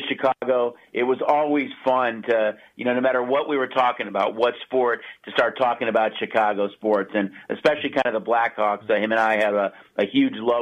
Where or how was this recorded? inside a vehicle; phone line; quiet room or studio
phone line